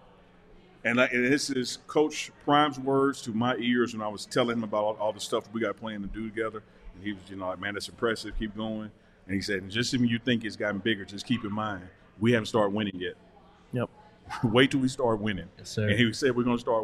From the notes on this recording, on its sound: live from the DNVR Bar